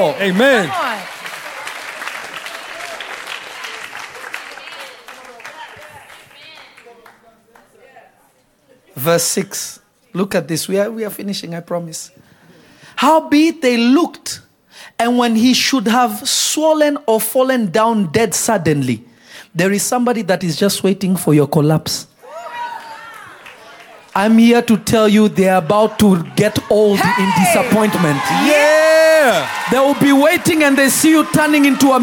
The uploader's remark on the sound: This Episode was recorded live on July 28, 2022 at Revelation Church in Simi Valley.